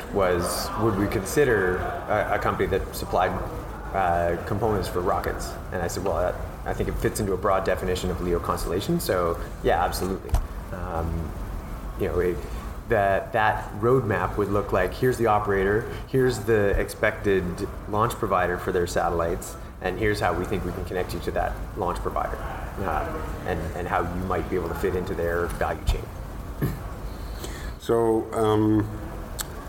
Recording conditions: busy venue